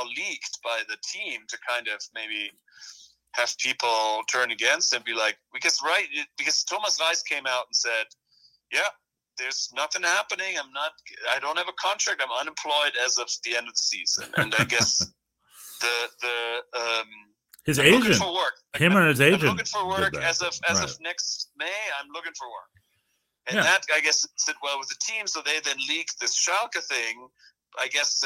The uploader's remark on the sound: Via telephone. While he was hiking in the grand canyon.